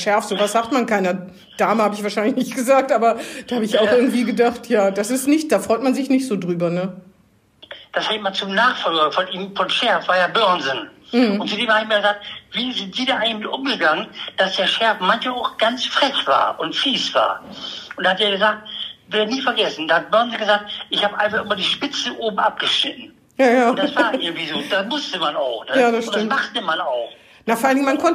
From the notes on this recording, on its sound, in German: Findet auch dieses Mal aus Infektionsschutzgründen per Telefon-Schalte statt.